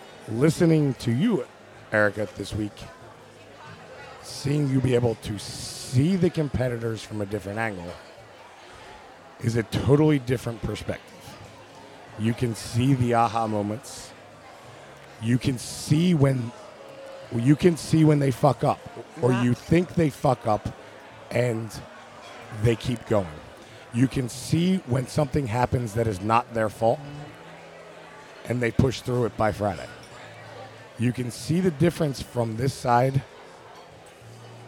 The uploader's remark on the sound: Crowning LIVE from Hedo